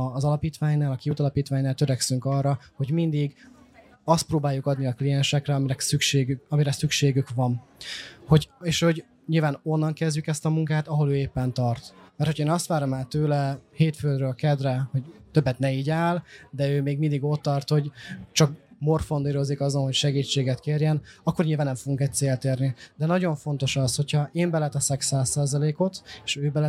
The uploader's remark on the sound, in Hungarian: A 2023-as Szegedi Ifjúsági Napok huszadik jubileumát ünneplő Civil Falujában rögzített beszélgetéseket. A felvétel a fesztiválon készült, így hanghibákat tartalmaz.